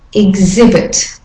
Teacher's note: Exist, and the next one, example, exotic, exasperate, exhibit, and the second I is the de-stressed syllable